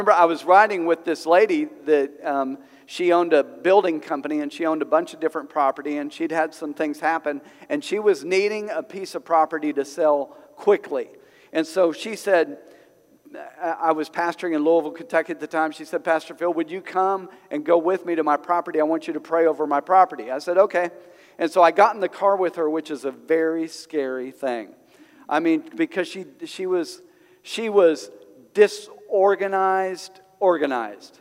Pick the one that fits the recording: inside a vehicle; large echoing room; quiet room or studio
large echoing room